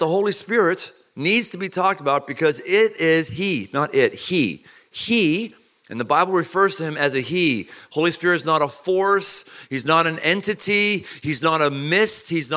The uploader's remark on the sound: Live at Man Camp. Surrounded by thousands of men.